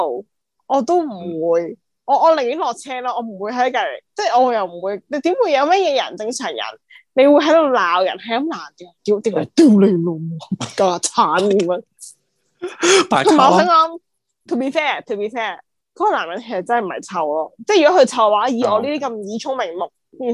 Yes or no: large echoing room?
no